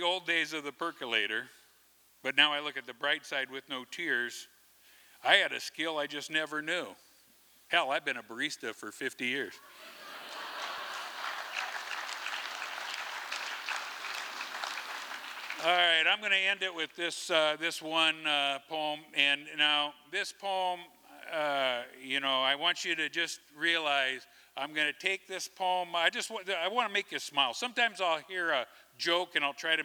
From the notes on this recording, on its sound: From the 2023 FisherPoets Gathering, a performance from the Liberty Theatre. This recording was made on Saturday, February 25th, 2023, at the Liberty Theatre in Astoria, OR as part of the FisherPoetry Archive Project.